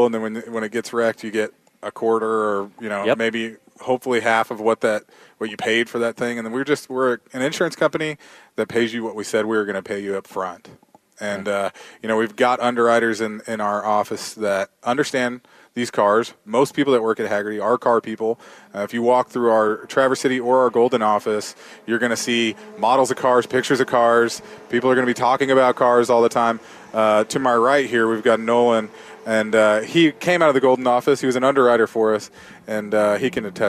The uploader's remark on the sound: Live from COTA at the SVRA US Vintage National Championship. Live from Circuit of the Americas, hosting the SVRA US Vintage National Championship, Trans Am Series, and International GT.